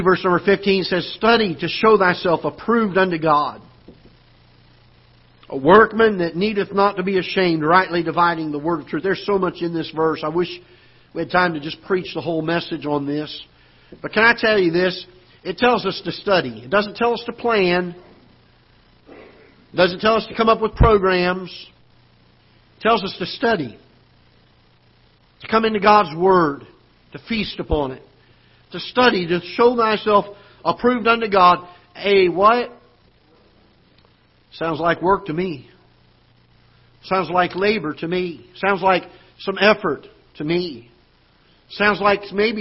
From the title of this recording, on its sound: Ketha Heights Baptist Church ~ Live Broadcast